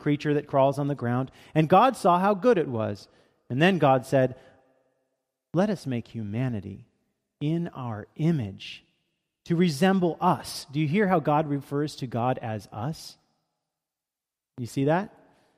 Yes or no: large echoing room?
yes